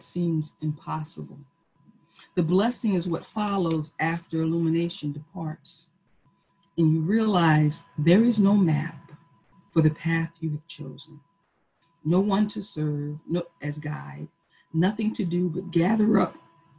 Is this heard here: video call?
yes